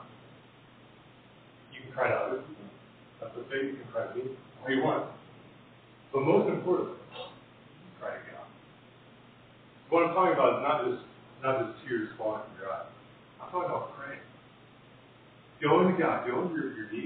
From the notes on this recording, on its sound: Apologies for the poor audio quality!